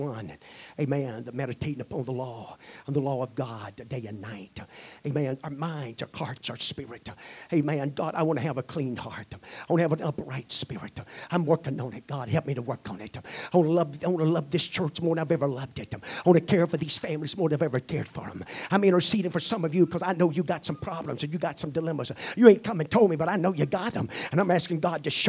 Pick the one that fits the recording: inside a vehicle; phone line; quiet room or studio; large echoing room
large echoing room